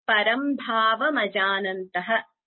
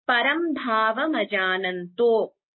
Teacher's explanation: end of each pada, if there is a visarga, then instead of chanting okara, we chant the visarga completely · Shown in: first take